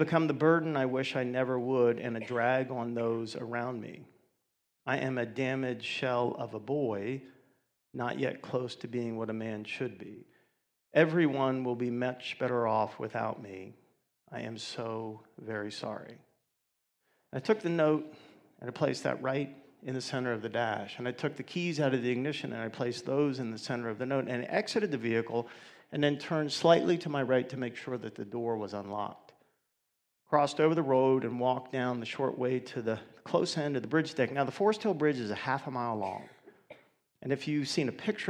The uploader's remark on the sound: 2019 Awareness Conference